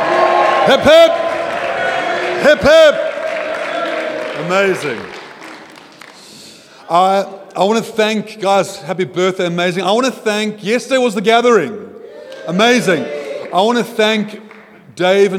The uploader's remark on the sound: at Joshua Generation Church Milnerton congregation